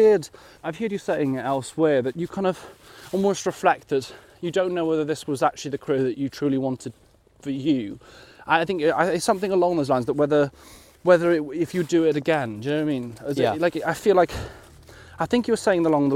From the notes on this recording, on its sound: In this second part walking through the snowy grass of Greenwich Park.